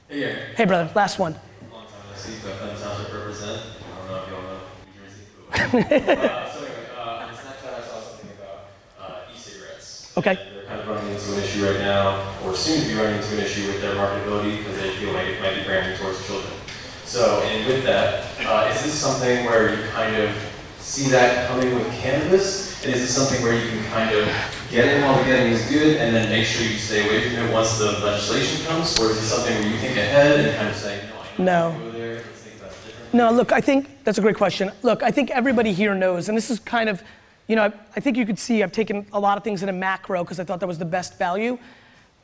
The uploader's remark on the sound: Keynote at Hall Of Flowers